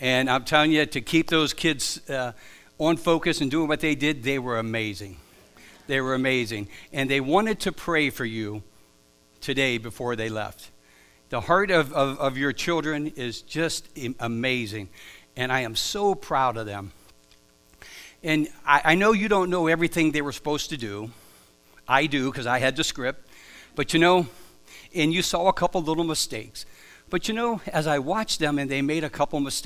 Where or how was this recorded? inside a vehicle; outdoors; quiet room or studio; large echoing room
large echoing room